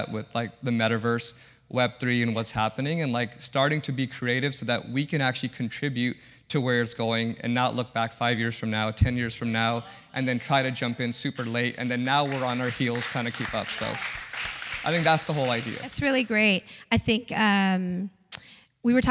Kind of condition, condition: setting, busy venue